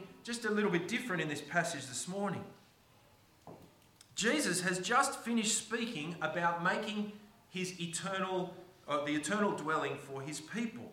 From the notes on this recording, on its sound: Preached on the 22nd of October 2023 at all services of Helensburgh and Stanwell Park Anglican Church.